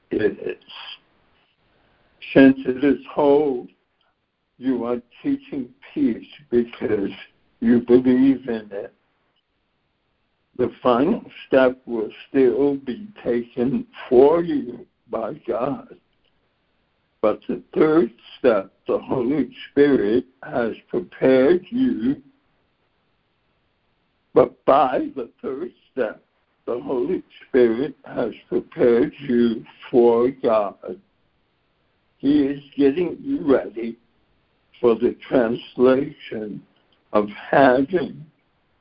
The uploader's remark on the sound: ACIM Daily Conference Call